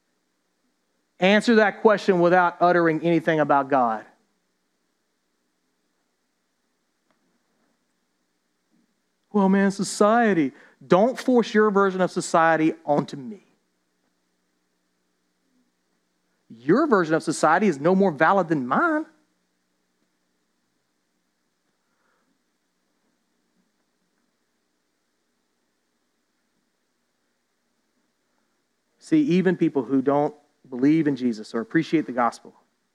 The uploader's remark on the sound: This episode was recorded during a live church service at Islands Christian Church in Savannah, Georgia.